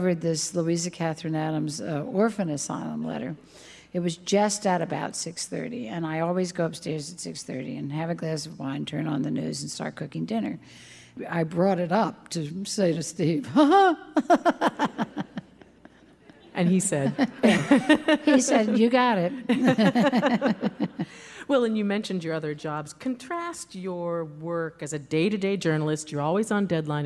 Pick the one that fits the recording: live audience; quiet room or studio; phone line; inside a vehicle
live audience